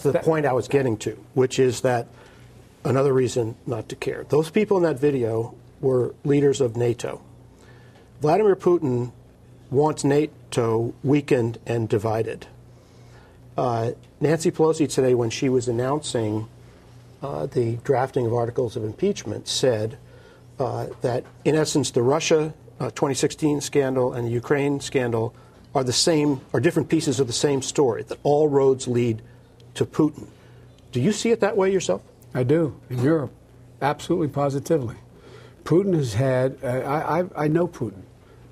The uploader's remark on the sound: What follows is a lightly edited interview from a pub in rural New Hampton, Iowa.